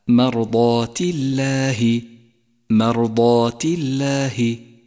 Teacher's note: انتبه أخي إلى ترقيق لام لفظ الجلالة عند قوله تعالى مرضات الله مرضات الله، رققت هنا لأنها سبقت بحرف مكسور.